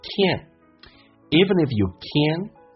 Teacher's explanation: 它的鼻音塞了一下，而且它短促急促有力，戛然而止